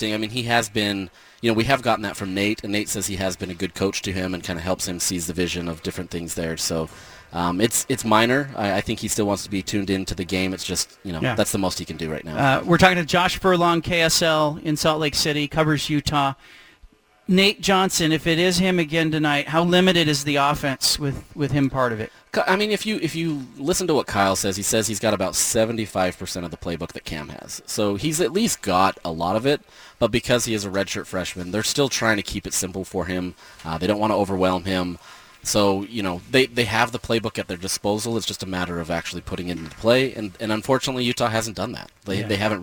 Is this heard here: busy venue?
yes